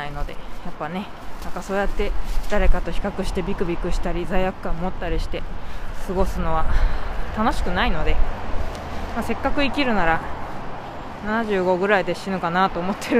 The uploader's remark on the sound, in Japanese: 帰り道に収録しました。